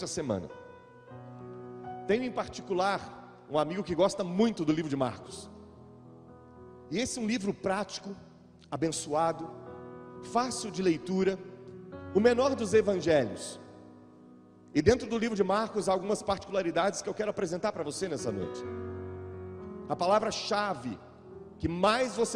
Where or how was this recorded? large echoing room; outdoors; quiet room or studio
large echoing room